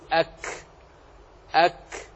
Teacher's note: ما تسمعونه بعد نطق الكاف الساكن ها هنا ليس صوت وإنما هو النفس، جرى فيه النفس، إن حبس فيه الصوت وجرى فيه النفس، فتقول أك أك، الله أكبر أكبر أك، هذا جريان النفس وليس جريان الصوت.